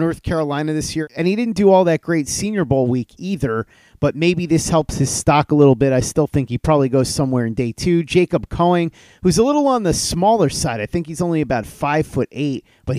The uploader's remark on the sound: Live From the NFL Scouting Combine. 2024 NFL Scouting Combine in Indianapolis.